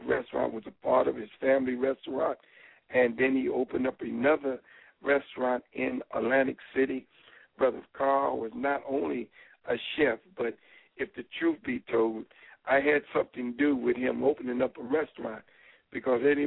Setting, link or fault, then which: link, phone line